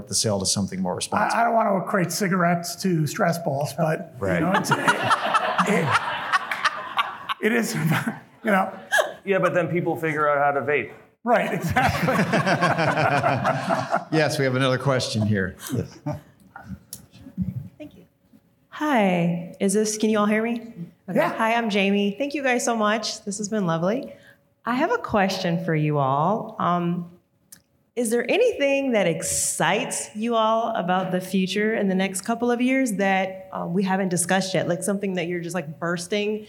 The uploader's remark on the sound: At skucamp in Austin, Texas, we held an interview on stage